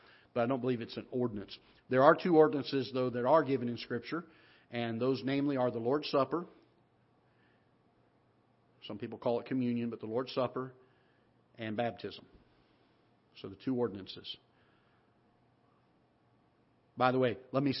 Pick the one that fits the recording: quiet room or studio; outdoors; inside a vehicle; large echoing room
large echoing room